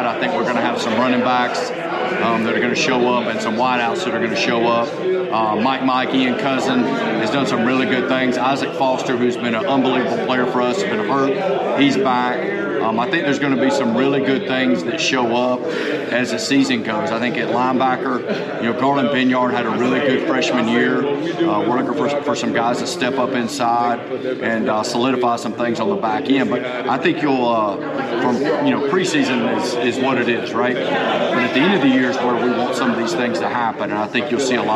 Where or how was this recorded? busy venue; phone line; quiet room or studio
busy venue